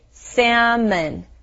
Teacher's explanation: It is spelled differently than it sounds. So when you say the word, make sure to say salmon. There's no L sound.